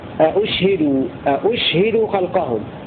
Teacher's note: مسهلة بين الهمزة والواو مع إسكان الشين هكذا: أشهد خلقهم من أشهد الرباعي مبنيا للمفعول.